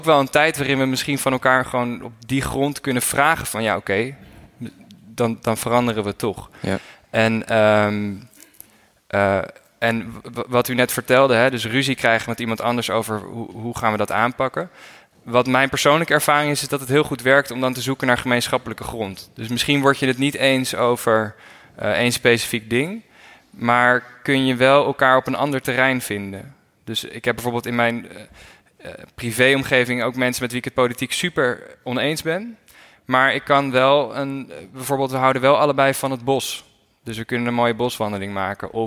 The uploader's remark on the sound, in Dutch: Een live podcast opname vanaf het Happinez Festival. Aan het einde van de opname hoor je wat ruis.